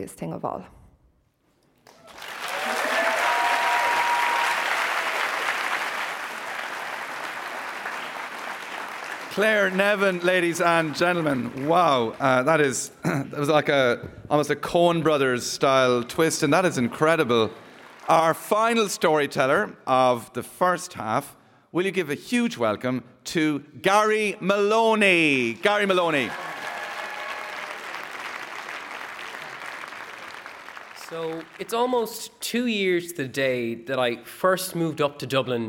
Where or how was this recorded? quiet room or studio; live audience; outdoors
live audience